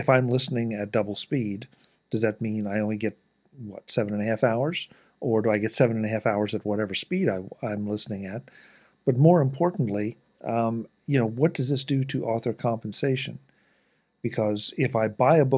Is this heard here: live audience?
no